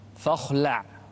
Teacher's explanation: فخم الخاء ورقق اللام